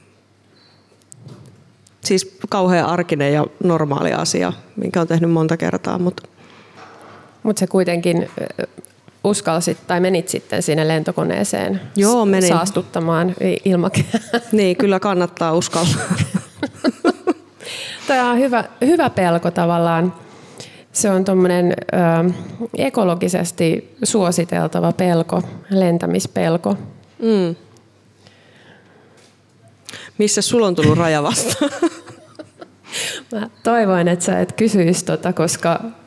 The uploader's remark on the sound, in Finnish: Maunula-talossa liveyleisön edessä